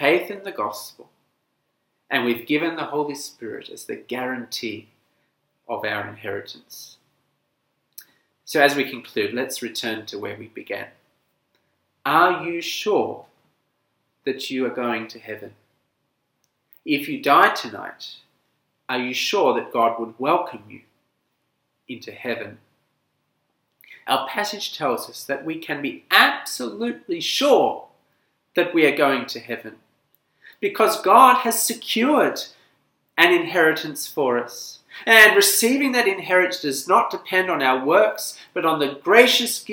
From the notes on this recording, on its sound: This sermon was preached at St Nicholas Home, Penang on 16th October 2020.